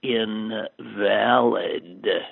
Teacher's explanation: Just change the stress onto the second syllable from the first.